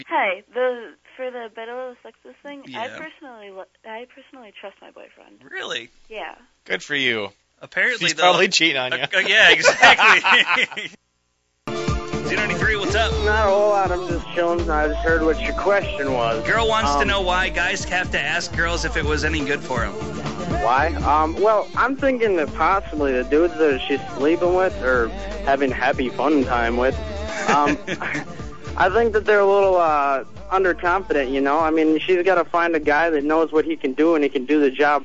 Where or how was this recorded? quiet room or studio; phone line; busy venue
phone line